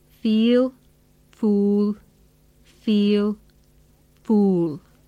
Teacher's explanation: To make these sounds, our lips move backwards and forwards. Our lips are stretched to make the E sound, and then we push them out and round them to make the OO sound.